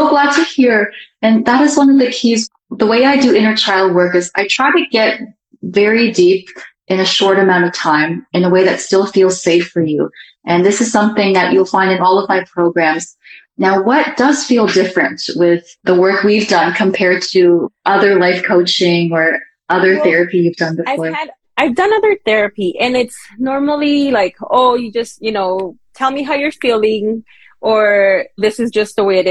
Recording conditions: video call